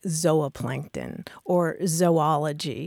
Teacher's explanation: the super traditional scientific pronunciation would be a long O sound